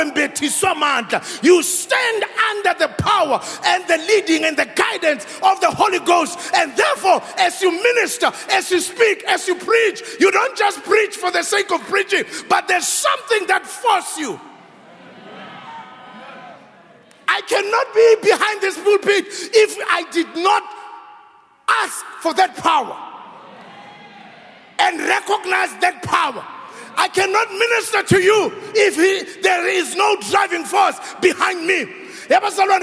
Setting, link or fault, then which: setting, large echoing room